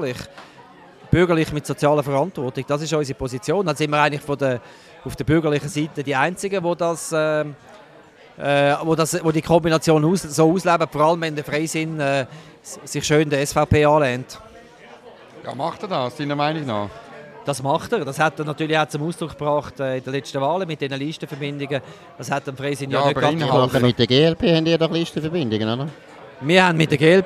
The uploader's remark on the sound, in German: Live aus der Bellevue-Bar